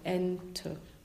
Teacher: Die erste Silbe ist betont, die zweite ist unbetont. · Term: betont, unbetont